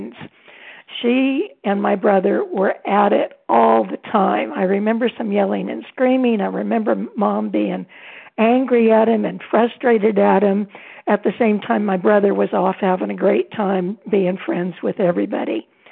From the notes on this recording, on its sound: 100 Pounders Phone Meeting